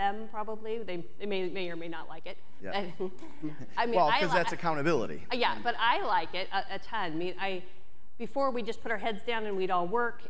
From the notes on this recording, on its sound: we’re bringing you a live segment